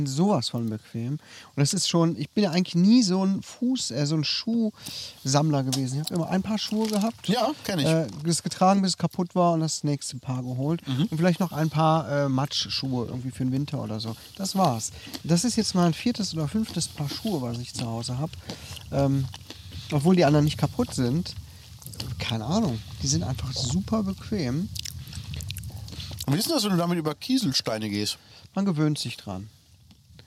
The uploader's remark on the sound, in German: Outdoor Spezial